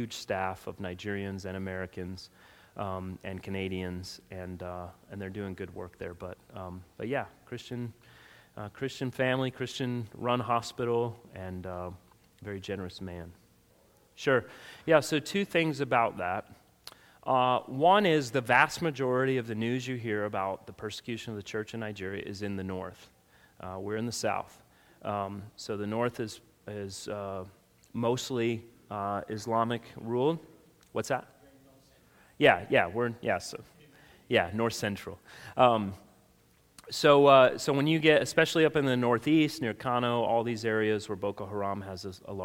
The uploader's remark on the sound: Sunday school session from our annual Missions Conference from Redeemer Baptist Church, located in Rincon, Georgia